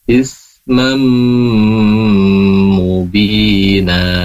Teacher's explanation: Wa kafa bihi ismam di situ ada gunna, di situ mimnya bertasydid atau tanwin bertemu dengan mim, di situ juga idgham diguna